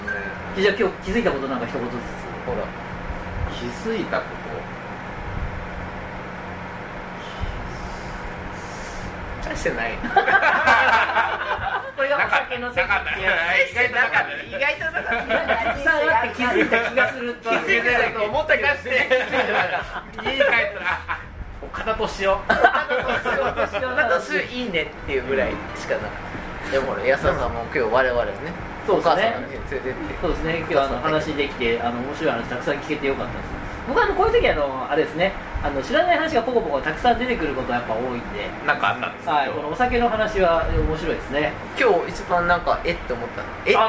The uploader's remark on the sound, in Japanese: 名古屋のスナックにお邪魔しての収録第２弾です。